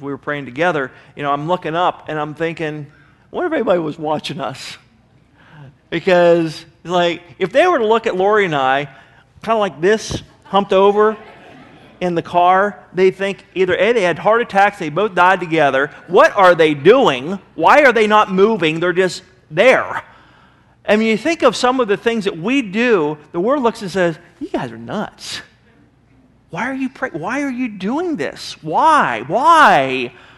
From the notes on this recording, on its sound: Sermon was recorded July 05, 2009 at Northside Baptist Church of Elkhart, Indiana